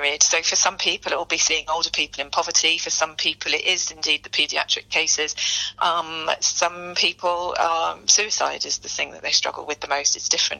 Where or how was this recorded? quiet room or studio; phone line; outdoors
phone line